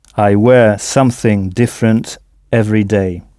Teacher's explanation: En insistant bien sur la première syllabe